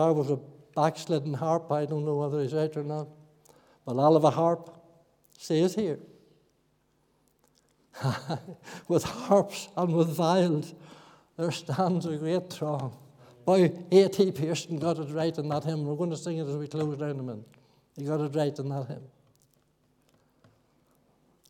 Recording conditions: large echoing room